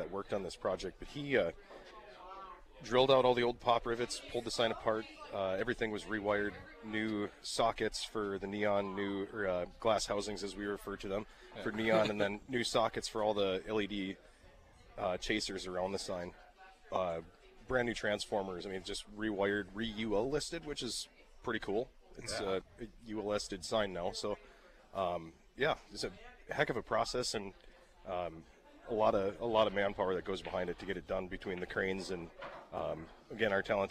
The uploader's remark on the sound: live at Chub's Pub